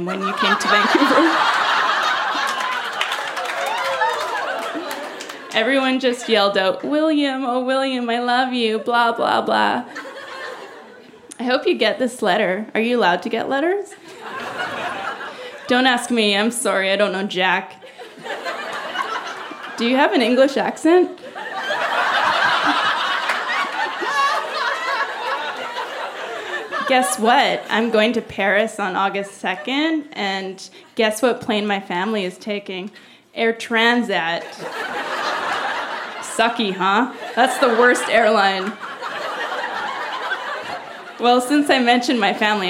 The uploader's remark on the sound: Recorded live at the Biltmore Cabaret in Vancouver, BC.